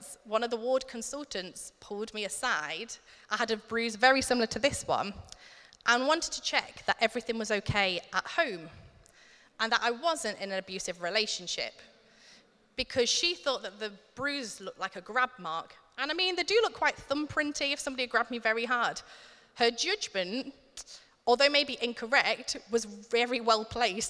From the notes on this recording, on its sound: Recorded at Middlesbrough Community Church.